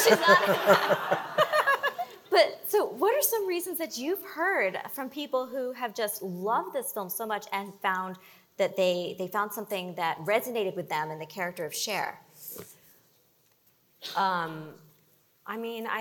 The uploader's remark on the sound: LIVE at Chai in the Hub. For our third-ever live podcast, we went big—a big crowd and a big-time Hollywood celebrity. A live audience of more than 450 people. At CJP’s annual Chai in the Hub celebration.